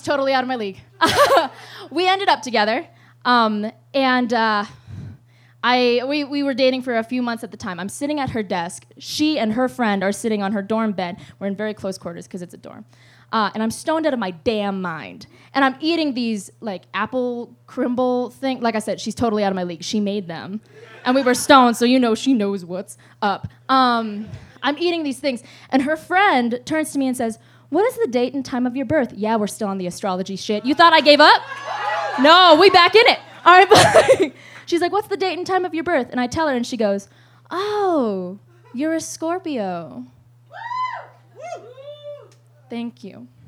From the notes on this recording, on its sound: SURPRISE LIVE EPISODE! We recorded a whole ass live episode for real! Recording our Gender, Fucked live show.